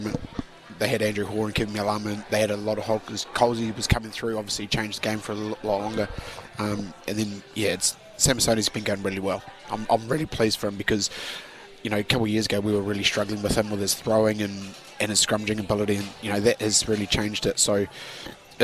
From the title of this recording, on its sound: LIVE from Andy's Burgers & Bar